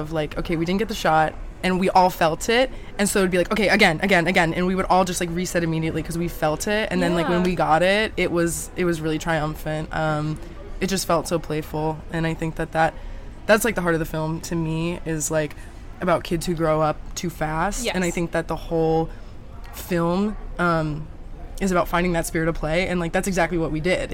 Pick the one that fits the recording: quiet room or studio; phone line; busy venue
busy venue